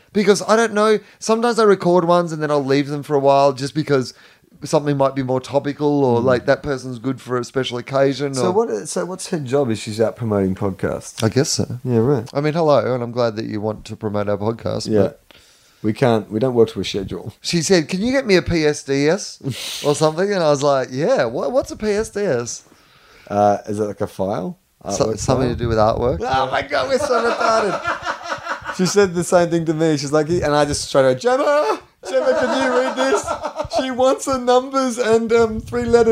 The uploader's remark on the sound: Recorded live at The Nerdmelt Showroom in LA.